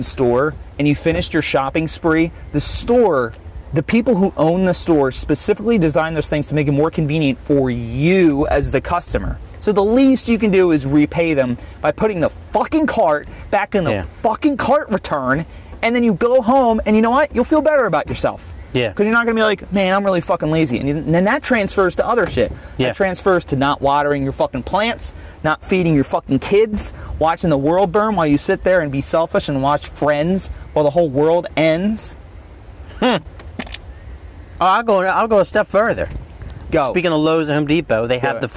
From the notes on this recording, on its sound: We are on location at the end of the runway at the Philadelphia international airport.